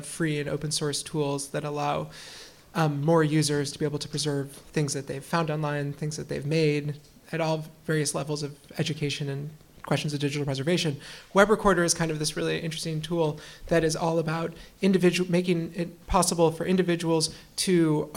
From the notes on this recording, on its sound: A collaboration with the Film Society of Lincoln Center, Crossroads is recorded in front a live audience at the Elinor Bunin Munroe Auditorium.